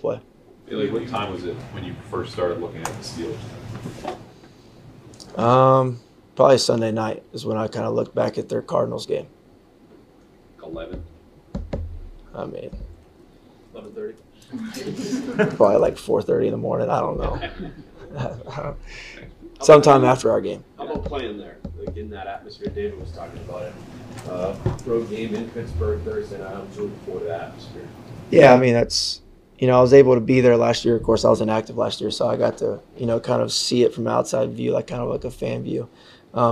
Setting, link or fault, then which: setting, busy venue